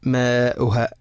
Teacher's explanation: മാഉഹ എന്നതിലെ മദ് മുത്തസിൽ, മാഉഹ മദ്ദിൻ്റെ അക്ഷരമായ അലിഫിന് ശേഷം ഹംസ അതേ പദത്തിലാണ്, നാലോ അഞ്ചോ ഹർക്കത്തിന് തുല്യമായിട്ട് നീട്ടൽ നിർബന്ധമാണ്